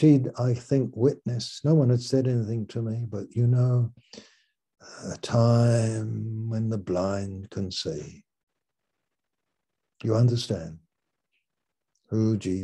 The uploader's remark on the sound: Malaysia Meets (Zoom)